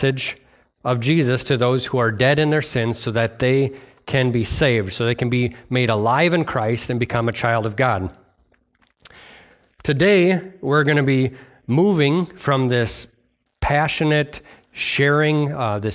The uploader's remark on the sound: At Bible Center Church in Maiden Rock, Wisconsin.